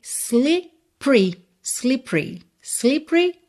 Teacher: Esse E do meio não é pronunciado.